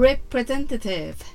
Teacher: R の発音は巻き舌です巻いた舌先は上顎にはつけません